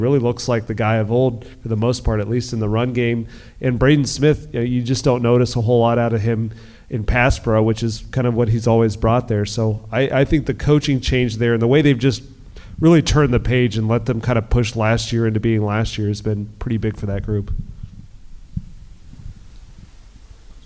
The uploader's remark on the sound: In front of a live audience during Inside IndyStar event.